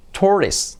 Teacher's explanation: la T semiclave, T como R suave